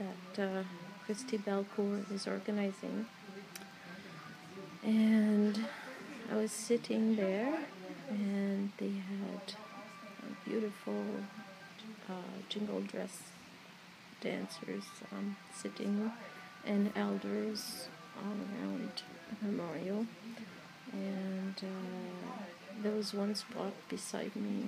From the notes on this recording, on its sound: Just some thoughts sitting outside the Walking with our Sisters memorial, lodge, exhibition at Algoma University's Shingwauk Auditorium